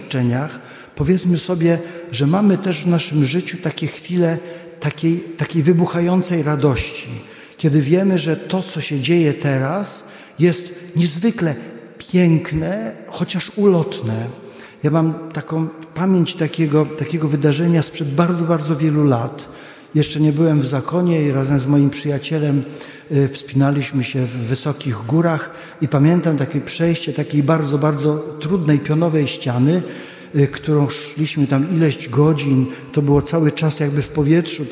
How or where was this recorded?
large echoing room